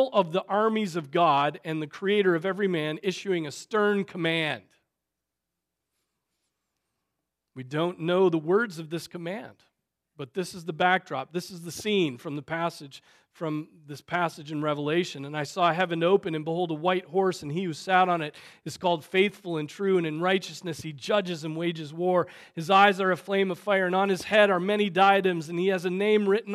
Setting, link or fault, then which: setting, large echoing room